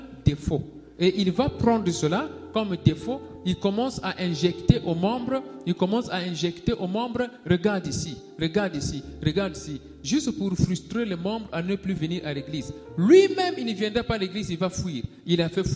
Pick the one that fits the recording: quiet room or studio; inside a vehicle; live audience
live audience